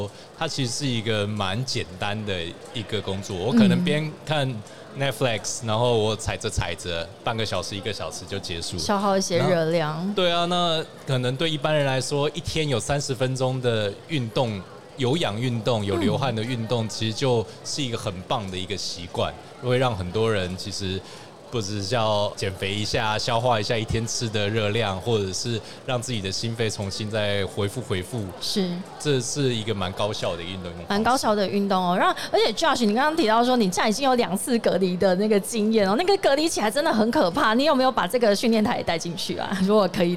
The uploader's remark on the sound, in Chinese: 2022 Taipei Cycle台北國際自行車展-Live Podcast